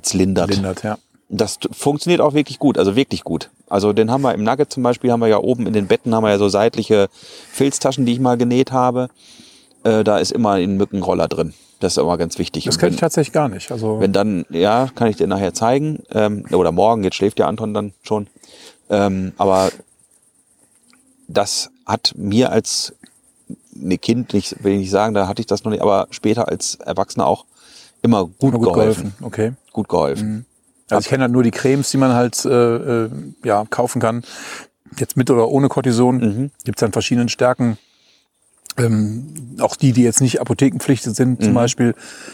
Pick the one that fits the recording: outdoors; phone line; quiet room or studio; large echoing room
outdoors